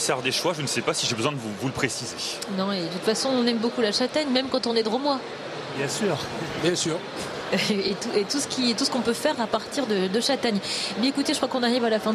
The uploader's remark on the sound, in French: En direct du Salon International de l'Agriculture